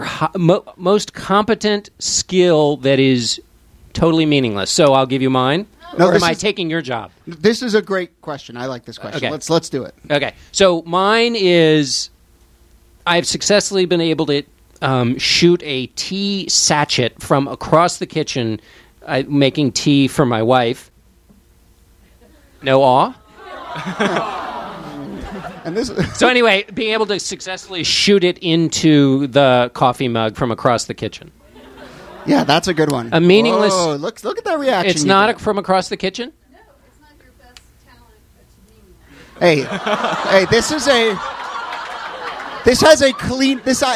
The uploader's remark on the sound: Ask Roulette is a conversation series in which strangers ask each other questions on stage. This excerpt is from our April show at Politics and Prose bookstore in DC.